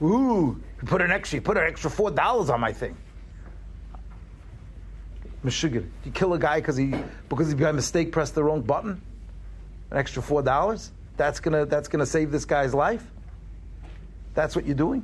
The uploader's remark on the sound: Shiur recorded in Yeshivas Ohr Reuven, Monsey, NY.